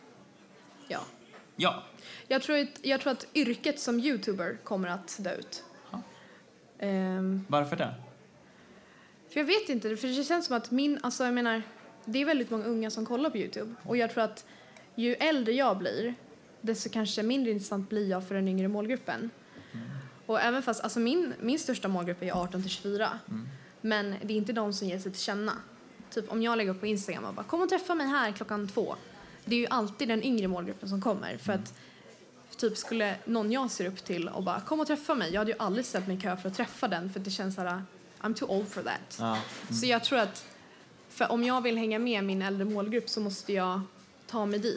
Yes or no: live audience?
yes